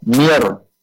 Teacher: tulisannya min rabbikum, tapi kita baca mir